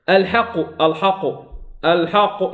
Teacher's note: أفخم القاف الحق بضمها لكن الحاء تبقى مرققة